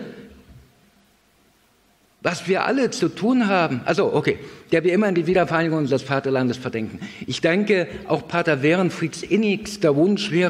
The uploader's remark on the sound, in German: Vortrag, der bei einer Veranstaltung von KIRCHE IN NOT in Kevelaer aufgezeichnet wurde